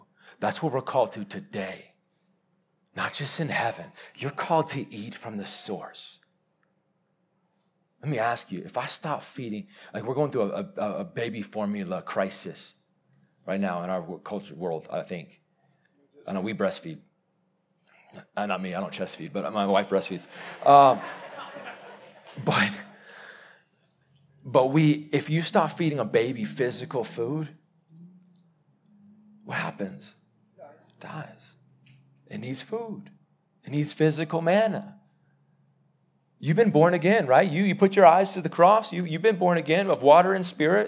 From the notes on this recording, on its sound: Live sermon recorded.